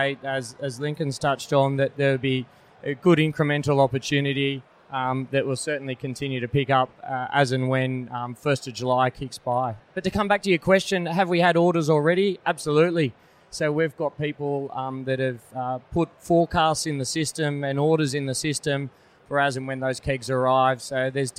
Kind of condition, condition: setting, busy venue